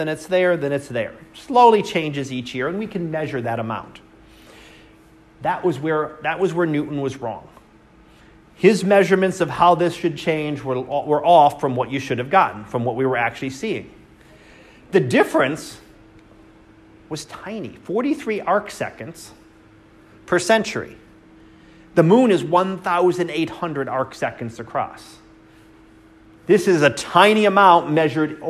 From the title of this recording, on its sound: Live Class Lecture